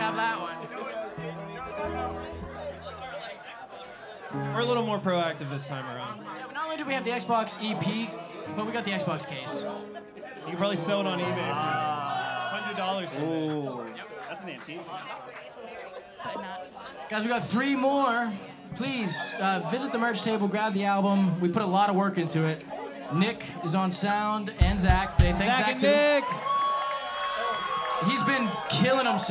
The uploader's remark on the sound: Live set from Bottlerocket Social Hall